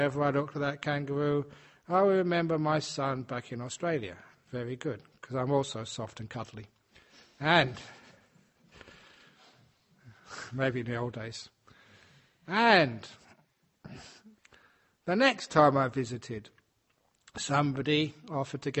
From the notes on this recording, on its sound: Bodhinyana Monastery in Serpentine (southeast of Perth, Western Australia). The main audience was the Sangha.